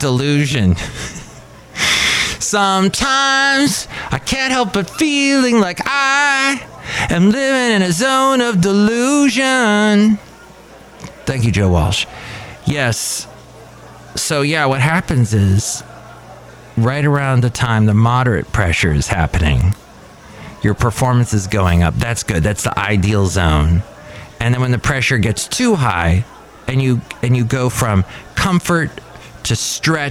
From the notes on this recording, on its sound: podcasts live from Café Anyway